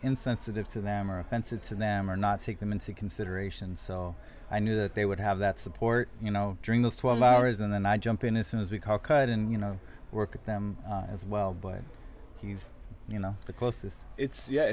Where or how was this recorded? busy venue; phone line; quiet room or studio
busy venue